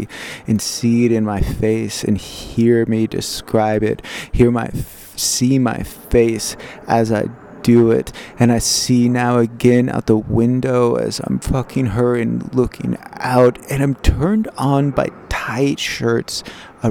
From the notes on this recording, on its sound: Diary recorded in a secret garden behind Shakespeare’s Globe Theatre.